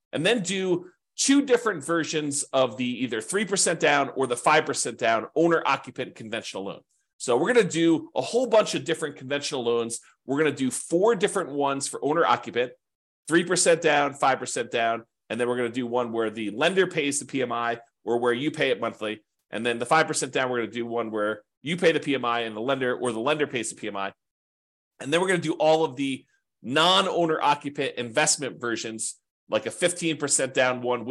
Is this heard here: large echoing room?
no